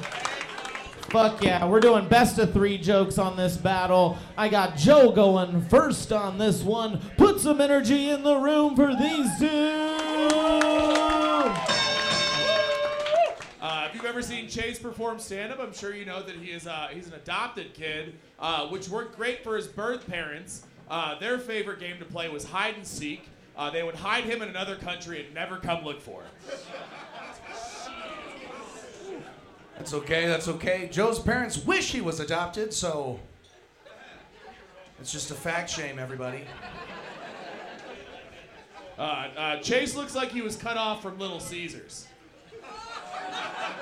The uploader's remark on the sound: Recorded live by Slaughterhouse Studios. This Denver based competition. Recorded live on 3.10.23 at Wide Right.